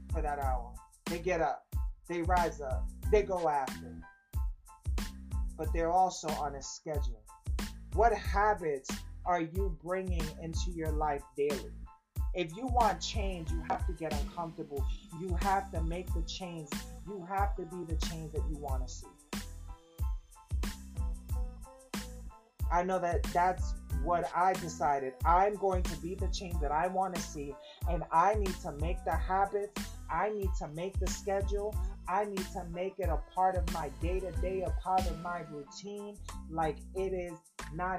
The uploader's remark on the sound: excuse the mic experiencing severe weather today